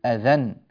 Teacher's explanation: يعني كأننا نصل الكلام، فكلمة أذن عندما نصلها لا يعود هناك ألف أصلا حتى نقللها، تصير الألف ساقطة، بل يكون مكانها نون ساكنة هي نون التنوين